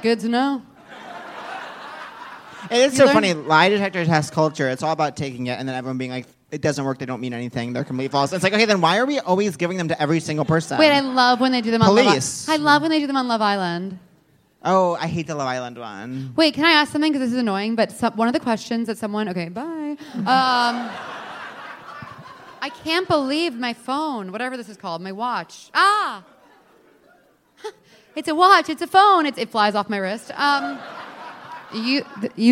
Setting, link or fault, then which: setting, live audience